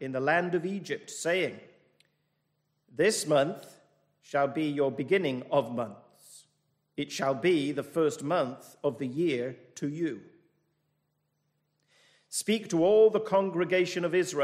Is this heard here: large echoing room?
yes